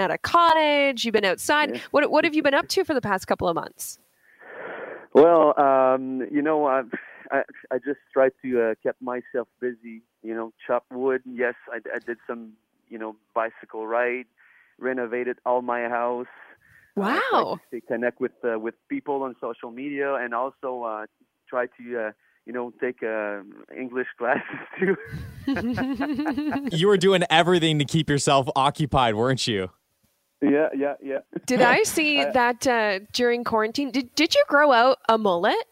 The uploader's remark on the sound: over the phone